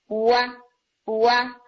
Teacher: واؤ کے لیے تو سرکل ہوں گے لیکن جیسے ہی آپ فتحہ کریں گے تو لپس اوپر نیچے کھلیں گے. اب آپ یہ مت کہیں کہ فتحہ ہے تو اب سرکل نہیں بنانا، نہیں، سرکل تو آپ واؤ کے مخرج کے لیے بنائیں گے، لیکن فتحہ بولنے کے لیے آپ نے لپس کو اوپر نیچے کھولنا.